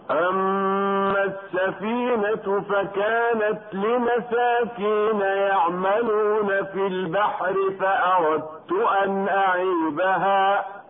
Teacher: الدال الساكنة من صفاتها القلقلة لكن القلقلة ضاعت واختفت بسبب إدغام الدال في التاء. والإدغام هو جعل الحرفين حرفا واحدا مشددا كالثاني هكذا فأردت أن أعيبها.